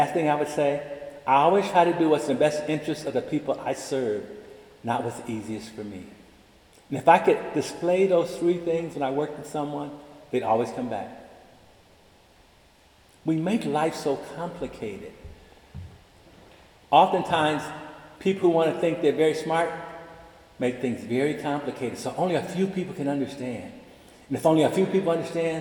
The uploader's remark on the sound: delivered the Cum Laude Convocation address March 24, 2023, in the Irvine Memorial Chapel